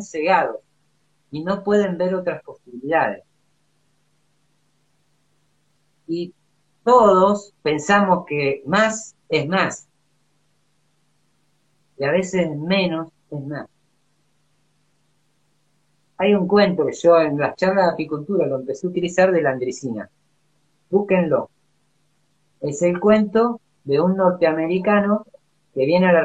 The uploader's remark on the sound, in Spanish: Audio de la charla en vivo por Instagram